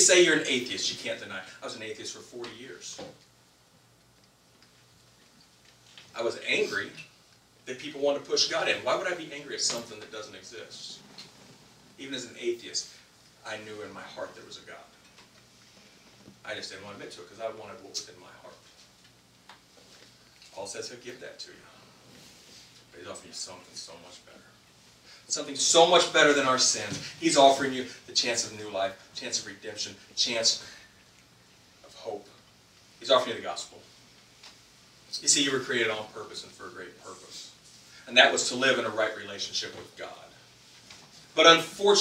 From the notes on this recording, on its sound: This week's message suffered from sound issues that are resolved in future episodes.